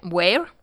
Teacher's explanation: with the V pronounced as W